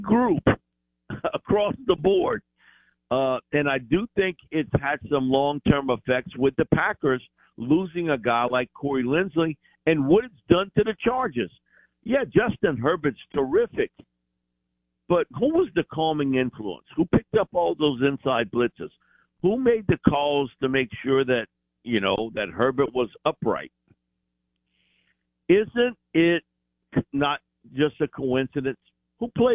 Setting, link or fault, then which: link, phone line